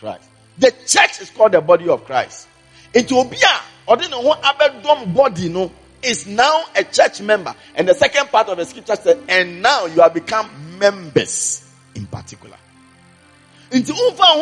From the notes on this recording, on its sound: Preached during the Morning Glory Service at the Everlasting Father Cathedral